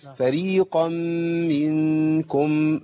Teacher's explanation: الميم المشدده اقوى من النون المخفاه. · Term: صوت الغنى